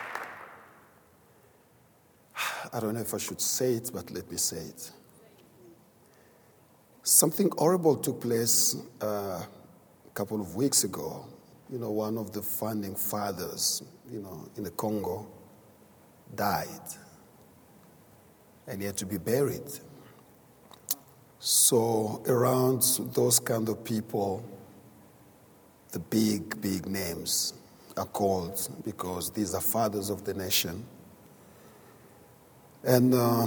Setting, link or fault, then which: setting, large echoing room